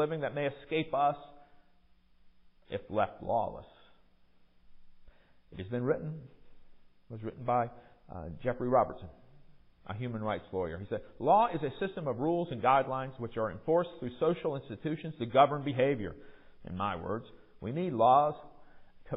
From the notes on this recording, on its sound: Recorded during worship at MPPC on Sunday, February 12, 2023